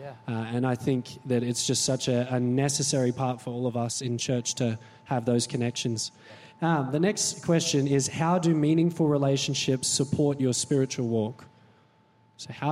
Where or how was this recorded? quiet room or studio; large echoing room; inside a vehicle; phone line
large echoing room